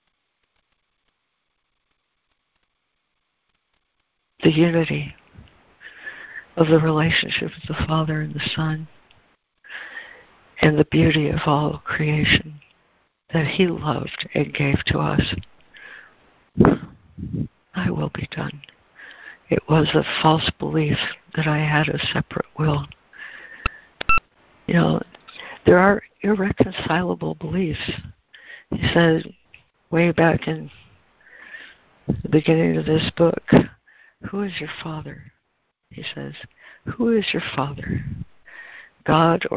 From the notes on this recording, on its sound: ACIM Daily Conference Call